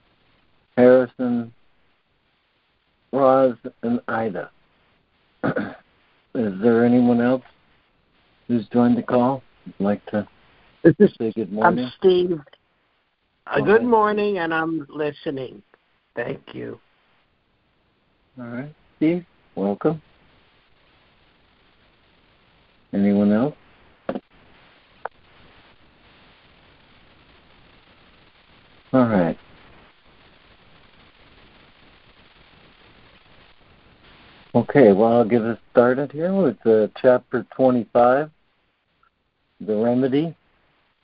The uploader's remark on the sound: ACIM Daily Conference Call.